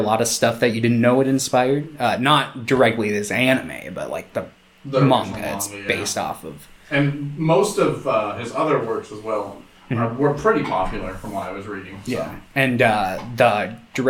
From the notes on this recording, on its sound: More problems with OUR MICROPHONES.